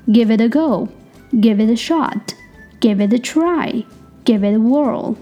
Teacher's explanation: 因为 t 在两个元音之间，我们之前都说过可以变成类似于 the 的音